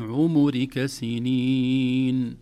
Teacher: هكذا بضم الميم وليس بسكونها